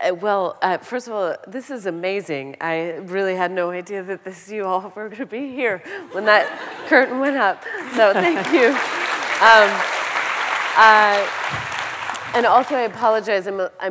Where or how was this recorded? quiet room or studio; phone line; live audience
live audience